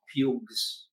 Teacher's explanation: It has not become Sh yet, as it does in Sanskrit. It has the original guttural or velar sound G.